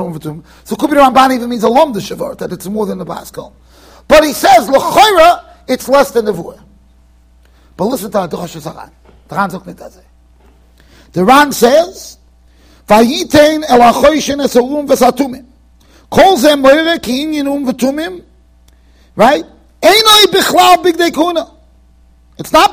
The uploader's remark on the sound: Shiur recorded in Yeshivas Ohr Reuven, Monsey NY.